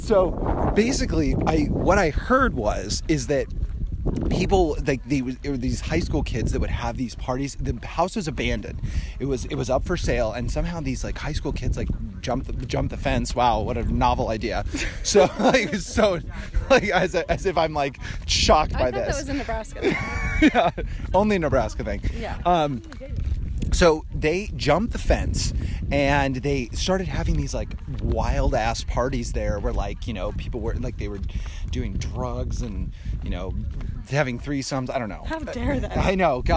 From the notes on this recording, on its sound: went to Runyon Canyon Park for a random hike and decided to record voice memos while they worked out